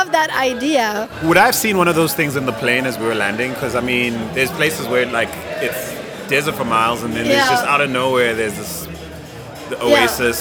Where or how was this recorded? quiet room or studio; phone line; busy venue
busy venue